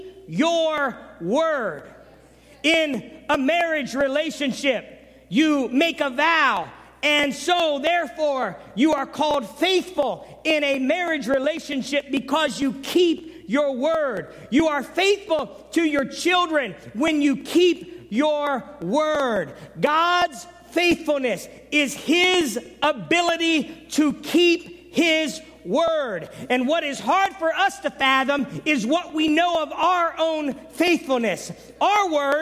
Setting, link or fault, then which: setting, large echoing room